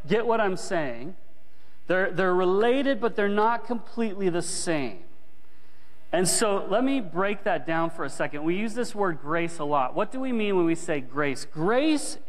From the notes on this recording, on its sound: This recording captures a sermon delivered live at Willow Creek Baptist Church in Midhurst, Ontario, near Barrie.